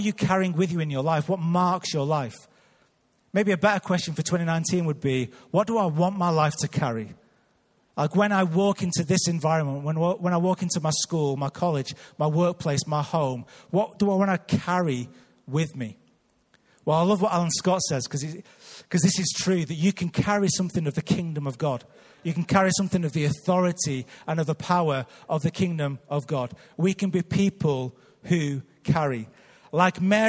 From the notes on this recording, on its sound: Recorded live at Life Church Lancashire on 30th December 2018.